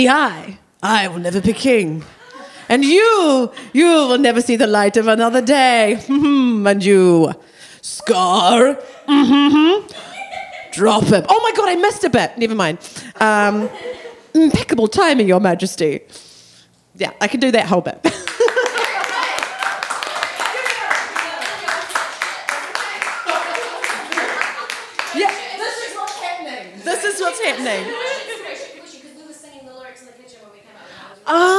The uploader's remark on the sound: Recorded live at BATS Theatre.